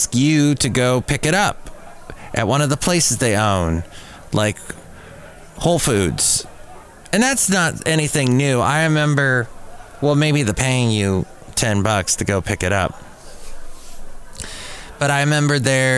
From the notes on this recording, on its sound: podcasts live from Café Anyway